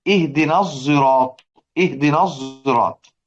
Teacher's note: الصاد في الصراط تشم رائحة الزاي · Term: الإشمام